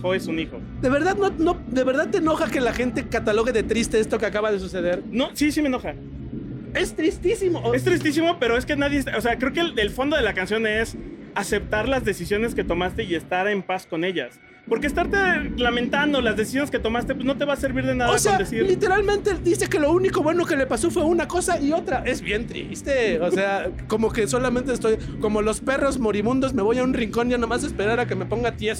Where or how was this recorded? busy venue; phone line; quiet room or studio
busy venue